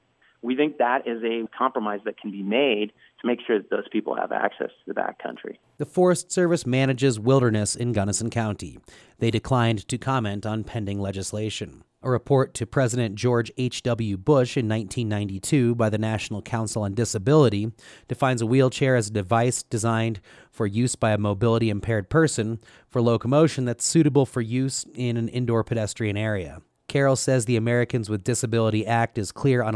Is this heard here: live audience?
no